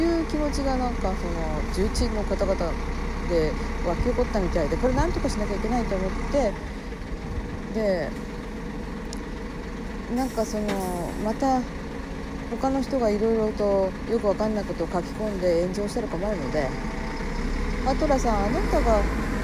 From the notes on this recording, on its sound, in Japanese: From Radiotalk。歩きながら屋外収録、音悪くてスミマセン。